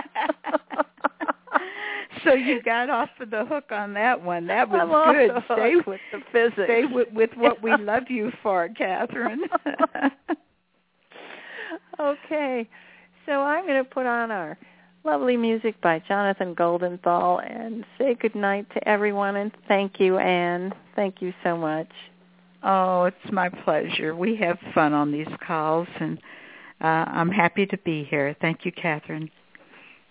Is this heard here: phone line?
yes